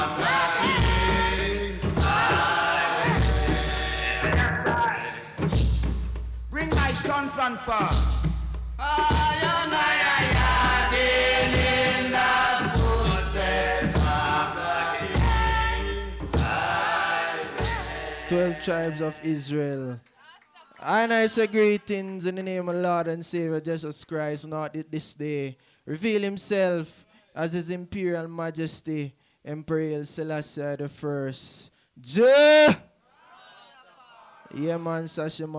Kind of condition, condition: setting, live audience